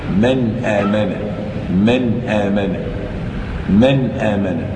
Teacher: إظهار حلقي لوقوع الهمزة بعد النون الساكنة